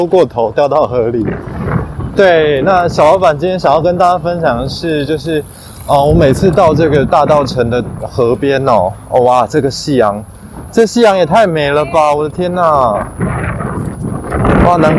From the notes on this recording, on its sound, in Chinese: 在臺北離首爾最近的地方。本集為戶外現場收音，環境雜音多，介意者勿聽。就把錄音場地拉到戶外。